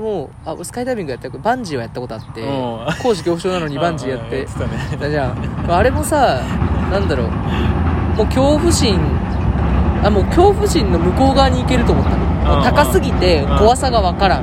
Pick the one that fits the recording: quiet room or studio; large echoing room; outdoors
outdoors